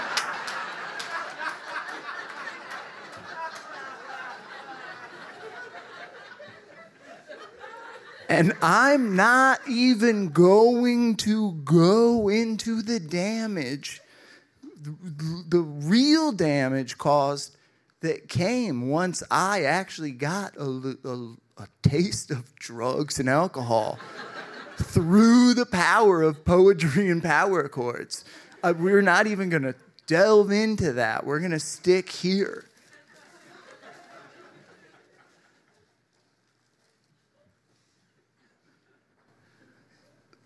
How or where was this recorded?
live audience